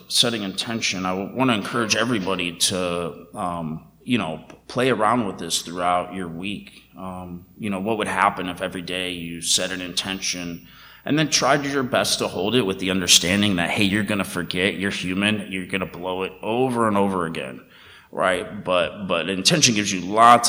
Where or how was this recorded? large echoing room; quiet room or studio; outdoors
large echoing room